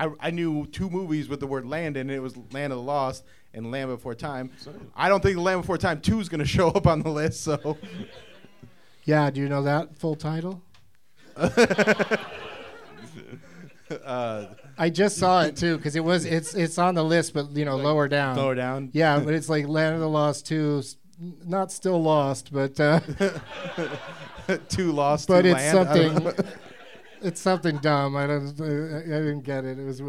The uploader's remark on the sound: Live from Dunlap’s Corner Bar in Cleveland